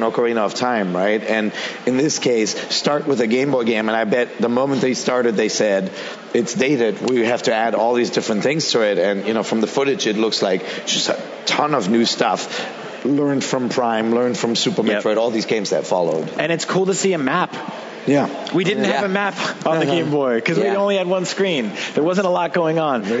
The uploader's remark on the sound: A special segment of Nintendo Voice Chat was recorded at E3 2017!